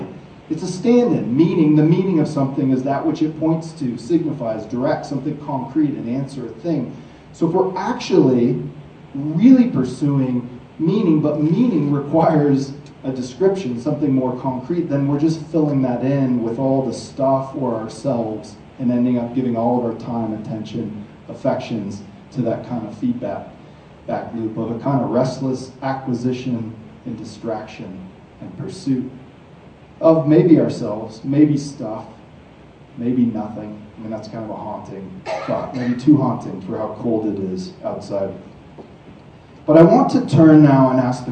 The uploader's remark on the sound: From the stage at Montana Tech.